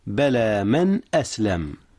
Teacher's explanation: من أسلم أظهر نون من قبل الهمزة إذ هي من أحرف الحلق. من أسلم وجهه لله وهو محسن فله أجره. · Term: إظهار